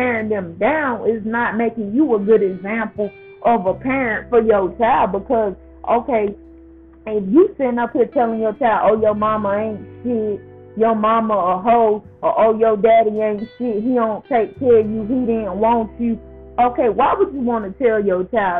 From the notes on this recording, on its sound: I apologize for the sound on this episode.